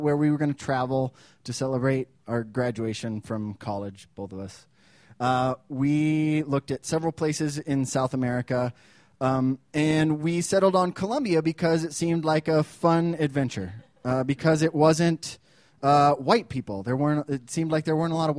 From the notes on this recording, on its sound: These stories were recorded at The Deer Pile on October 17th, 2013 by our good friends at The Denver Diatribe.